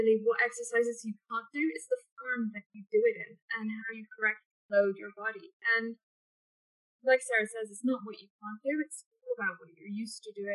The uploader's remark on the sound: A Zoom chat.